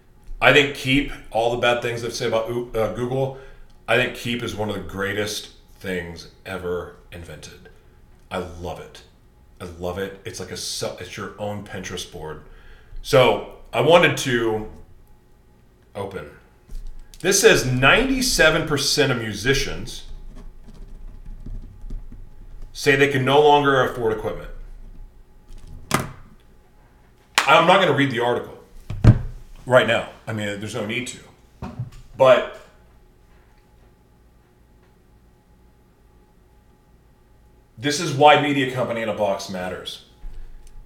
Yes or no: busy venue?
no